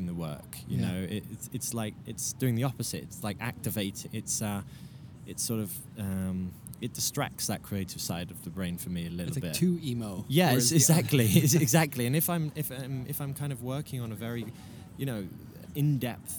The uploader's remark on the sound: From Frieze Art Fair. They recorded on the outside grounds surrounded by festive art fair goers in a beautful sunny, breezy day.